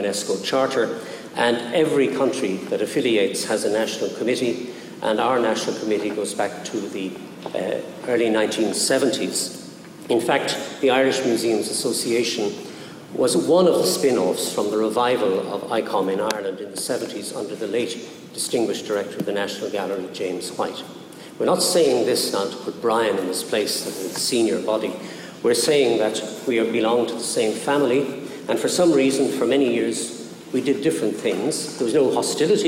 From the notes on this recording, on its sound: Public Lecture. Venue: Medieval Museum, Cathedral Square, Viking Triangle, Waterford.